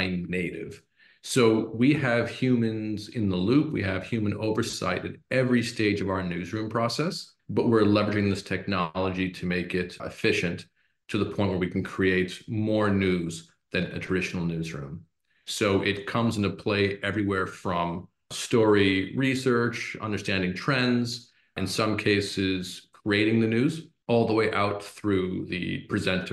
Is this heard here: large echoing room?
no